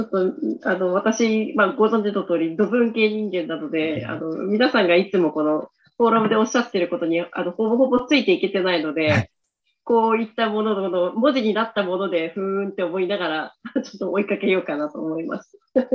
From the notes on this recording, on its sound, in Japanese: ZOOMライブの模様です